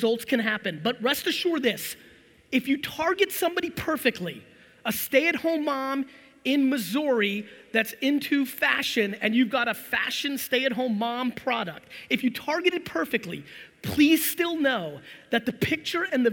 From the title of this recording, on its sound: A FIRE Keynote in Orlando, Florida